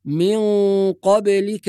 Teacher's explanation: ننتبه في الآية إلى الغنة المفخمة في قوله تعالى: من قبلك، مع قلقلة الباء